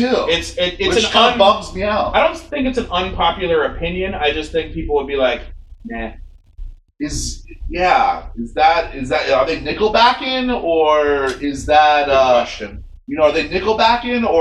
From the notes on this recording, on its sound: Serious sound issues on this episode.